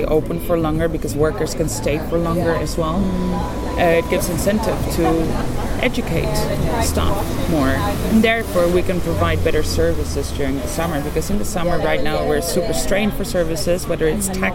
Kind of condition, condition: fault, background noise